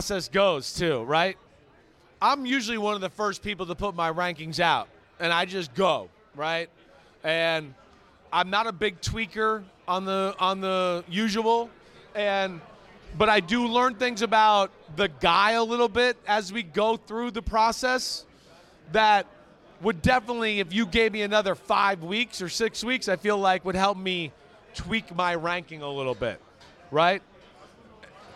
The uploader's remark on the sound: Vegas Live Audience.